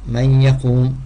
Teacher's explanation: la runna, c'est avec le nez, et après on prépare la lettre suivante. Man yaqum, et là c'est avec shadda.